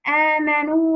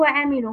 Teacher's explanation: فالواو الأولى مدية سبقت بضم، والثانية مفتوحة محققة، أي لم يتحقق الضابط للتماثل، فلا نطلق عليهما متماثلين.